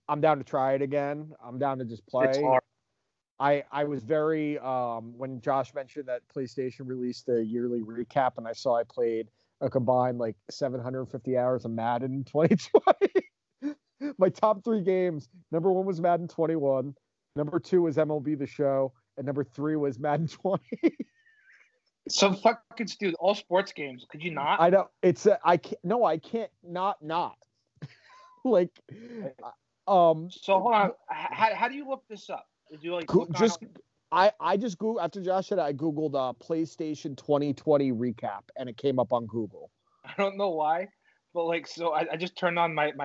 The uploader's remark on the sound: We're snowed in! Due to the insane winter storm here in northeast NJ, the guys called.